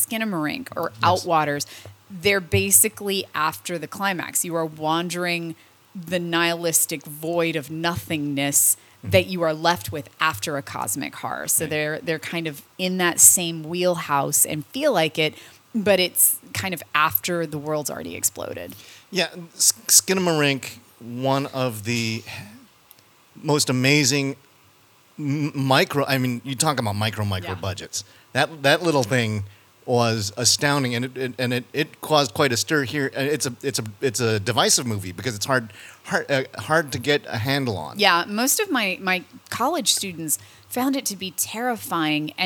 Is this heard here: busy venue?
yes